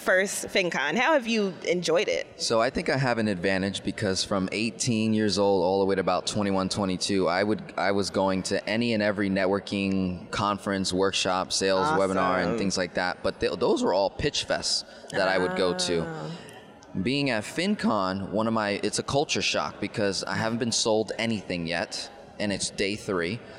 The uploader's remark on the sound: Live from FinCon 2021